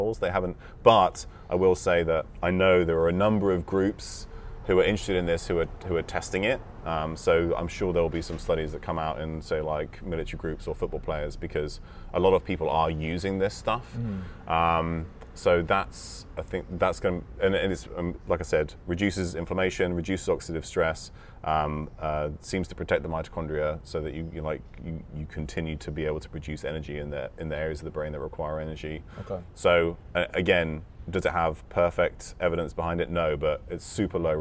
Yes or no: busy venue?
yes